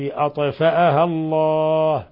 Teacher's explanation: الطاء تفخم وتقلقل لأنها ساكنة وهي من حروف قطب جد. أطفأها الله، تفخيم لفظ الجلالة.